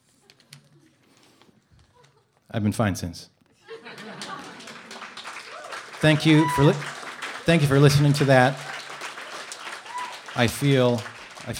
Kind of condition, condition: setting, live audience